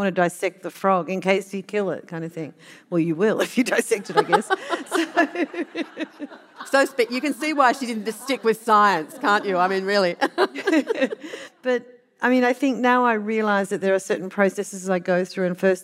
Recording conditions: live audience